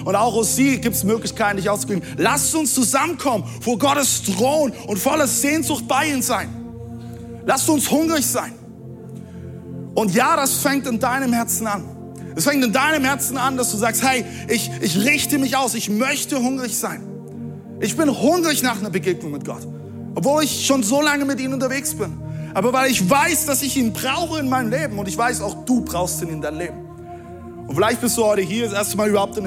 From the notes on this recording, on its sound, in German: Audiomitschnitt der Predigt vom 19.